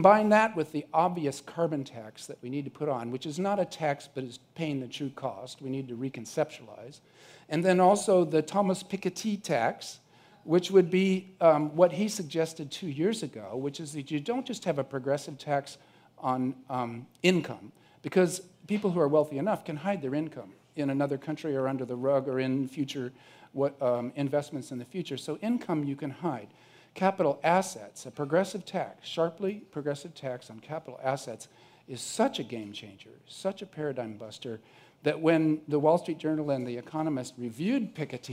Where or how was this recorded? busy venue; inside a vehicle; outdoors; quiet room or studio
busy venue